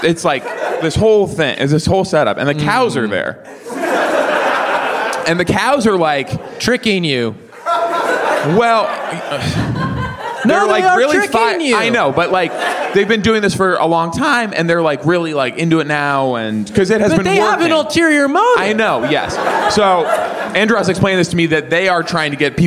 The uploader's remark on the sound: Live at UCB Sunset